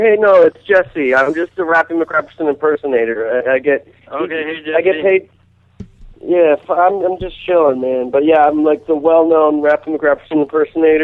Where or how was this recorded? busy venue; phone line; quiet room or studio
phone line